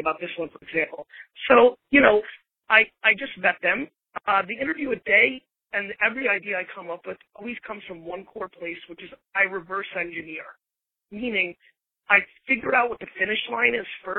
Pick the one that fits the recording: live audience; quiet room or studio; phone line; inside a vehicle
phone line